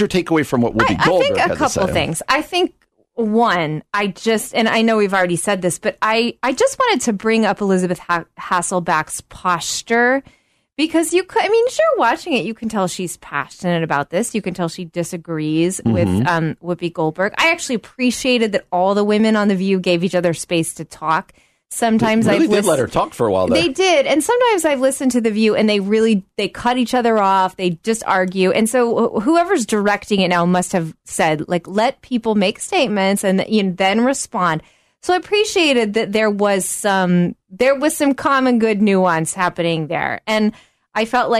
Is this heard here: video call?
no